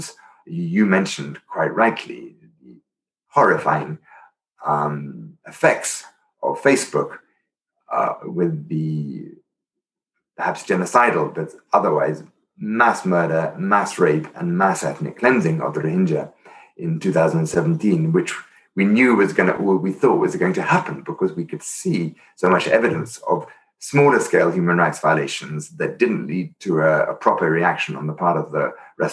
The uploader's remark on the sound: Interview recorded via Zoom